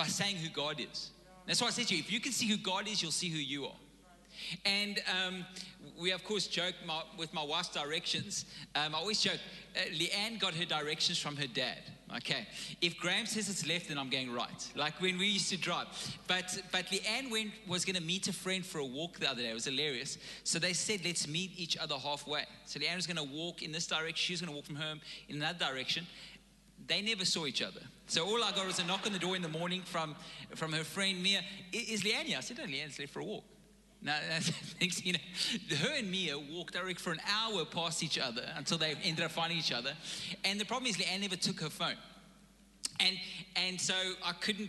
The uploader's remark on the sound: Recorded live on Sunday the 1st May 2022.